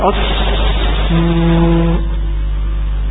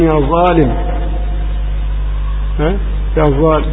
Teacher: الصاد المشمع زاي هي صاد مجهورة